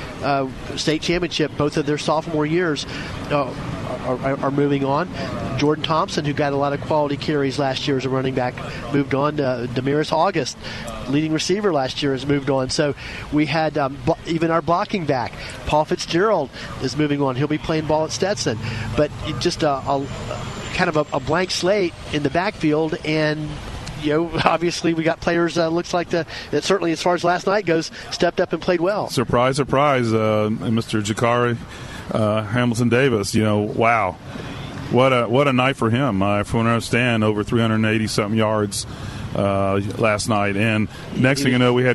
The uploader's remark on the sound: Live From Porkies BBQ